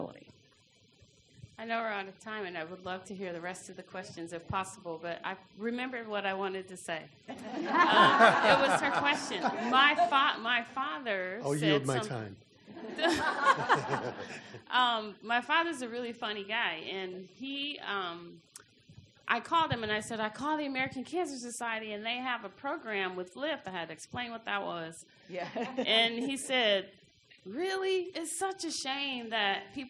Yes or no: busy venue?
yes